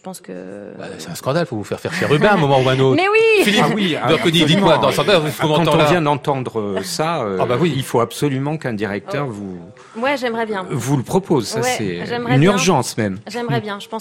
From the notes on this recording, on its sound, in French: c'est en direct et en public depuis le bar de l'Hôtel Bedford à Paris